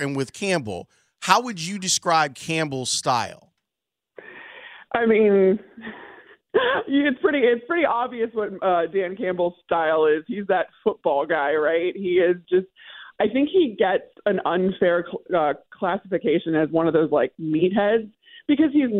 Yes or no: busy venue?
no